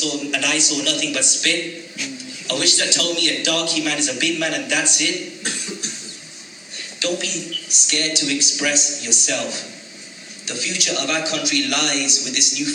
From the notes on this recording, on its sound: performed live at Poetry Jam at Wylands Yard in Birmingham